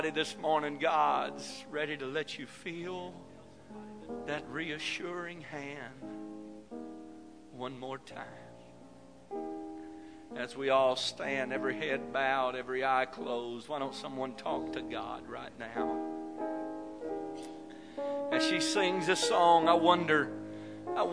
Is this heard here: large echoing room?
yes